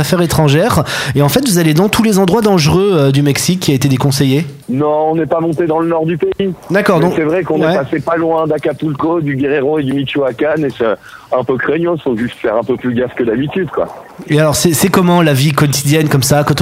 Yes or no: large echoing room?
no